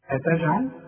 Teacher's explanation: كلها مرققة وما تنساش الجيم تعطش وبعدين الجيم دي بتقلقل لكن انت ما خدتش حكم القلقلة عشان كده مش عايز أثقل عليك خلاص أتجعل فيها كلها مرققة.